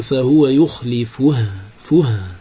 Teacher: تسقط الواو وتبقى الهاء مضمومة فتقف بساكن · Term: الصلة